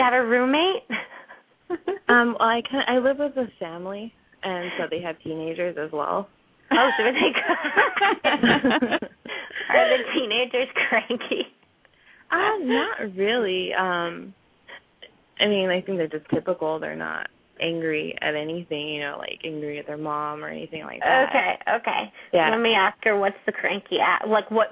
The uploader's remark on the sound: open up the lines for listeners to call